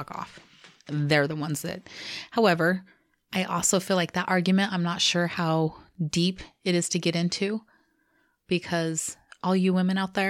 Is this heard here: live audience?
no